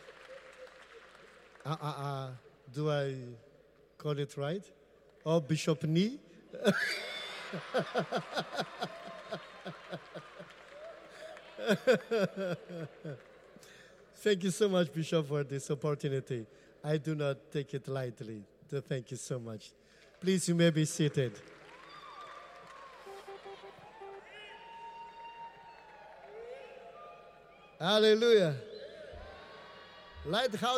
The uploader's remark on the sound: Preached at the Qodesh